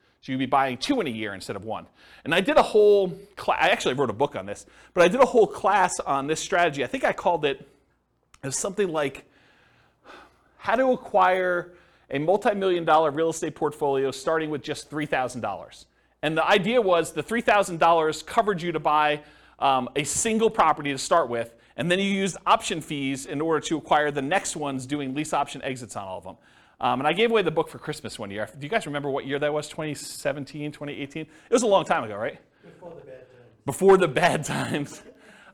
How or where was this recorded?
live audience